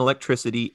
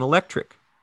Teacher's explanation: in electricity is pronounced with an S in electricity and with a K in electric · Term: velar softening